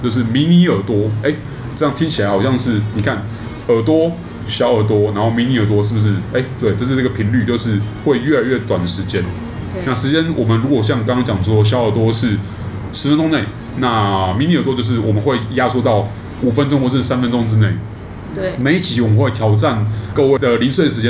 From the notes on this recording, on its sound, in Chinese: 本集白噪音指數：蚊風級 1/5。錄音地點： Wine Café。